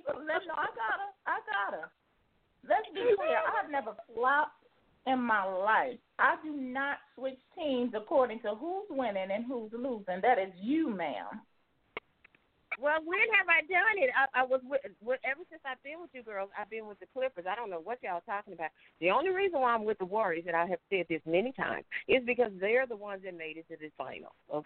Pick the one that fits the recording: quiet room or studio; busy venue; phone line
phone line